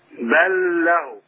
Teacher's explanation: بل له اعمل الادغام بس ما تعلقش على اللام، ما تقولش بل له كده هنعملها غنة.